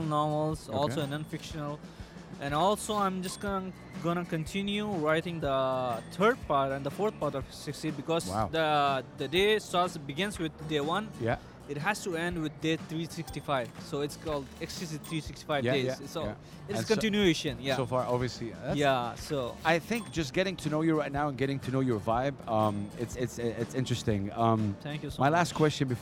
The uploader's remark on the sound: Live from SIBF 2023